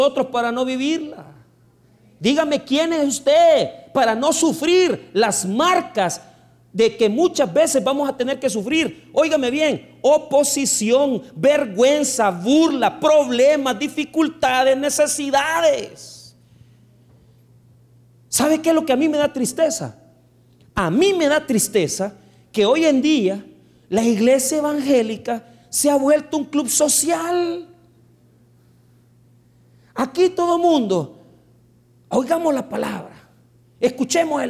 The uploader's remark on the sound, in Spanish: el 21 de Septiembre del 2023 en nuestro Culto de Estudio Bíblico del dia Jueves